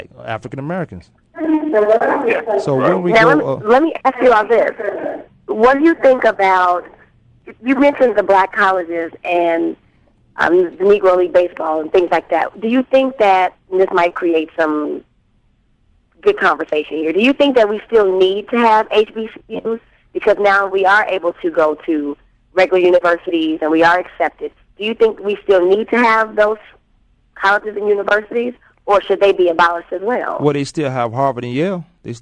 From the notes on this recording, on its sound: phone guest